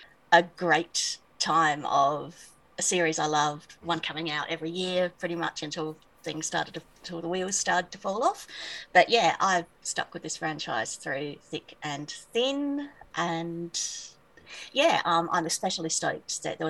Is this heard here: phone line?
no